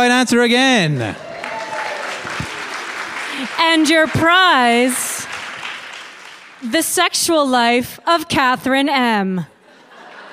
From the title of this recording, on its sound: Live at Yer Only mBan